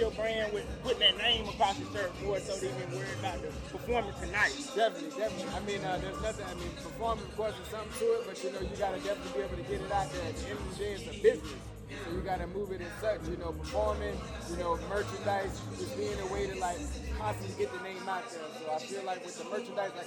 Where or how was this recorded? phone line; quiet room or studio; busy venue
busy venue